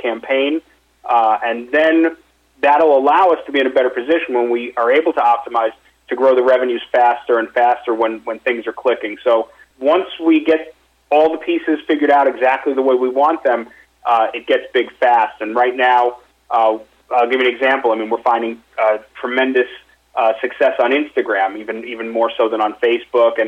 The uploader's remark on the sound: Investor Conference Call